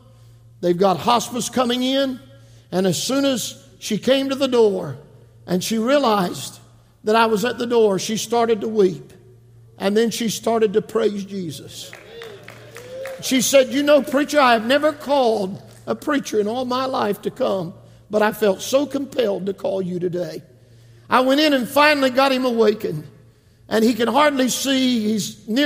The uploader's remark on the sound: This message was preached from the 2023 Calvin - Doris Evans Memorial Camp Meeting